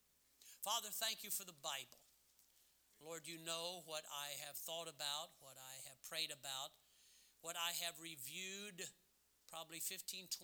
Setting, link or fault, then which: setting, large echoing room